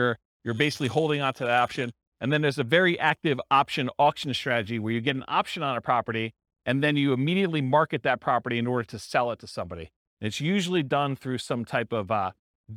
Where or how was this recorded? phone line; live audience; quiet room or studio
live audience